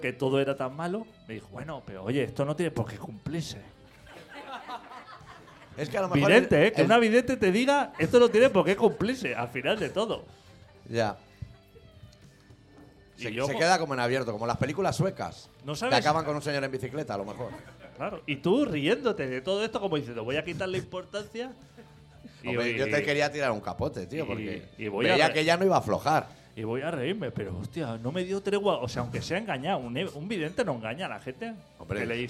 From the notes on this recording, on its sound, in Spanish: programa que grabamos en directo el pasado sábado, 9 de abril, en La Deskomunal